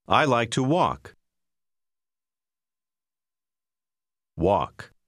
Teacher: Noti che l'ultima parola, il suono dell'ultima L, è muta.